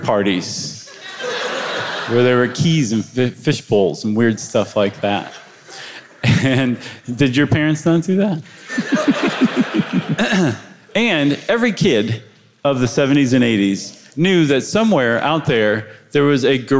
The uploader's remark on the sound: Recorded live before the pandemic in January 2020 at the Castro Theatre for San Francisco Sketchfest